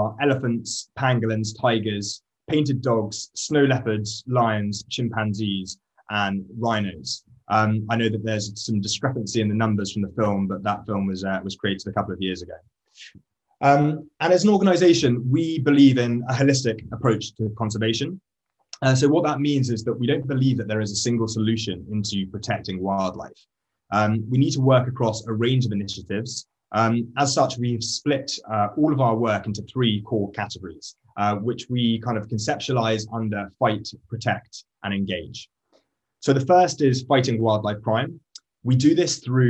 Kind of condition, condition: link, video call